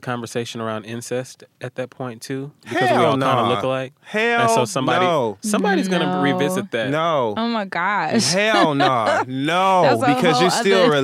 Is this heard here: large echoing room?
no